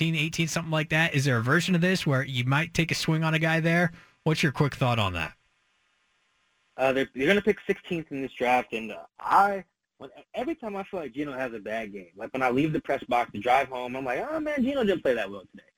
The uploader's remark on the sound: Calls in live from Houston and NRG Stadium, site of the National Championship Game between Washington & Michigan.